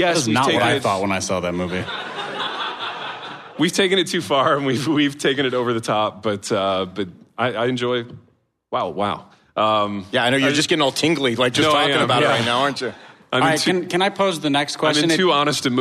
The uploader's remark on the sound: LIVE and in person at a hipster church in East Louisville